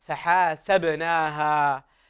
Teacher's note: الباء هنا من حروف القلقلة فلا بد أن نظهر هذا الحكم التجويدي